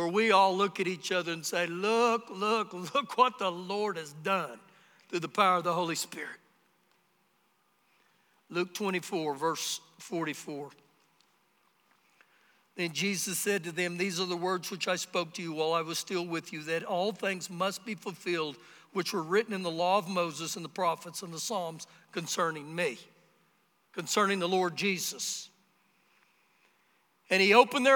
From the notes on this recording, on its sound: Recorded live during our Sunday morning service